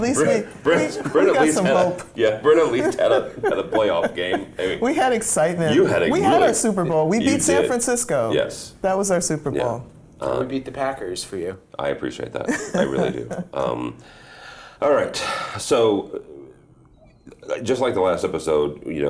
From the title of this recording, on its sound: Live From ISE 2024